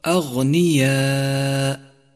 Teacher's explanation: احذر من همس حرف الغين في كلمة أغنياء، فإذا همسته انقلب إلى خاء